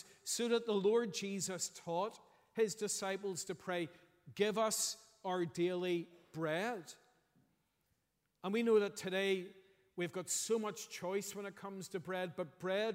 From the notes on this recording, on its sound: preached at our morning harvest thanksgiving service